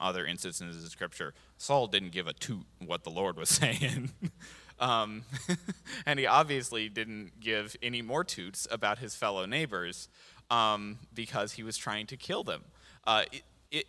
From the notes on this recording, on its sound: This JAT was recorded live on August 7th, 2022 at Newark United Pentecostal Church.